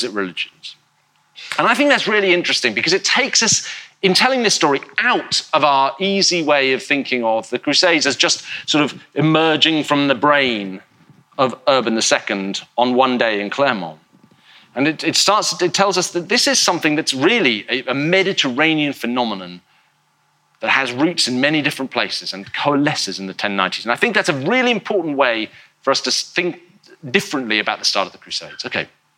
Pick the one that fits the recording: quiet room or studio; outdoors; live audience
live audience